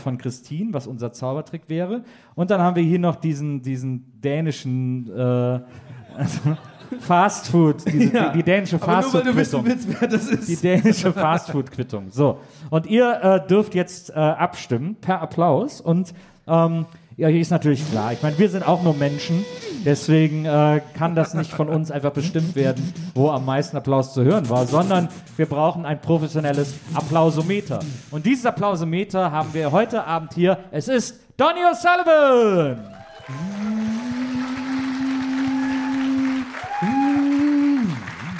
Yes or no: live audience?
yes